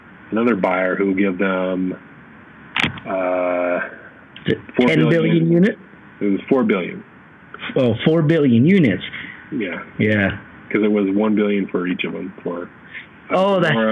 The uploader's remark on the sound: We apologize for the poor audio on this one. Not quite sure what happened.